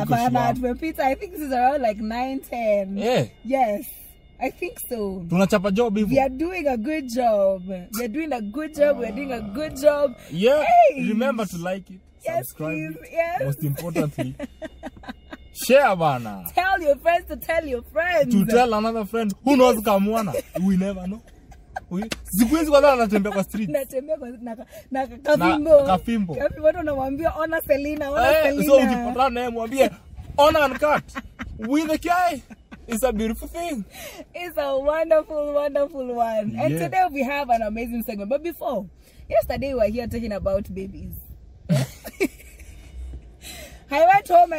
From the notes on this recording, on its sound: a conversation in the car